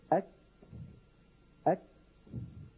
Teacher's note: نعم، هذه مرت معنا أيضا في بحث الشدة والرخاوة والبينية، وبينا في ذلك البحث، فاستطعنا أن ترجعنا إليه، إلى أن الكاف والتاء هذان الحرفان فيهما صفة الكاف والتاء، نعم، فيهما صفة الشدة، ثم فيهما صفة الهم، شدة زائد هم، وأن الكاف والتاء شديدتان في أولهما مهموستان في آخرهما